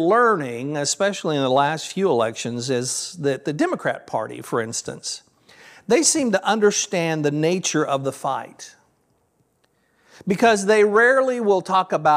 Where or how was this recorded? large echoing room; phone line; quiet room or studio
large echoing room